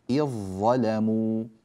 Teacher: والذال تذهب بالكلية ويصير النطق بظاء مشددة